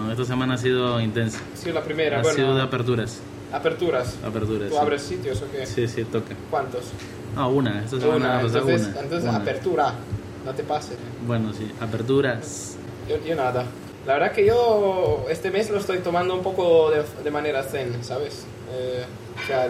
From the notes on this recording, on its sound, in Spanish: Grabado en la fantástica enoteca Chamberí.